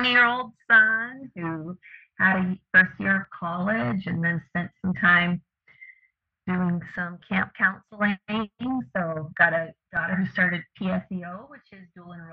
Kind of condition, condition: fault, poor sound quality